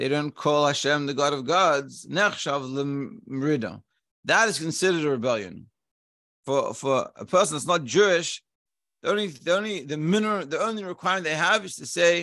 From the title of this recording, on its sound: Daily Zoom Shiur